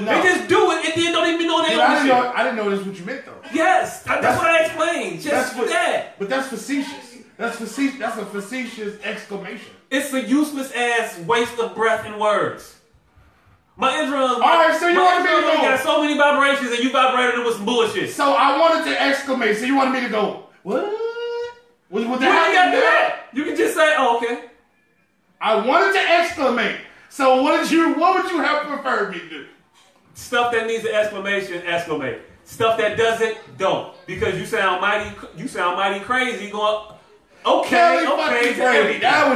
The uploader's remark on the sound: we fought through technical difficulties